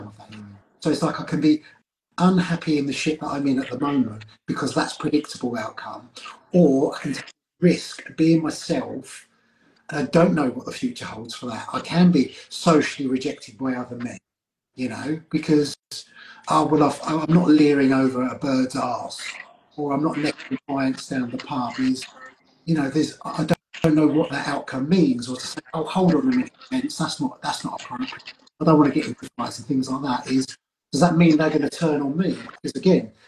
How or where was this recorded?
video call